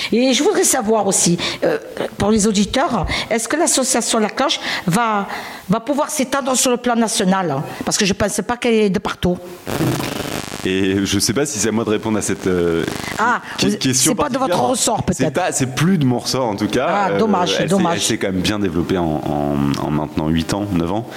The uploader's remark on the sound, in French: Voix Croisées - Marseille. Emission enregistrée à l'atelier de mars le 3 juin 2023, à l'occasion des 6 ans de La Cloche Sud dans le Panier.